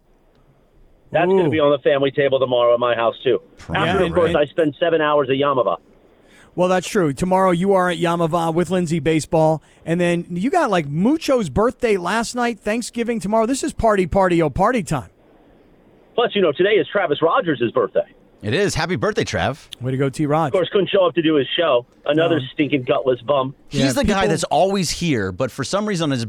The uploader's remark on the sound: calls in to the hotline